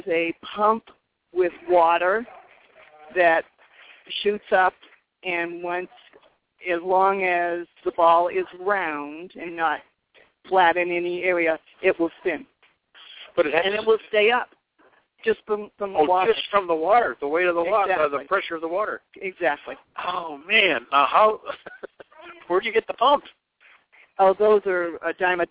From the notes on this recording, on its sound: Live From Sun City Arizona - Bell Recreation Center Fun Fair.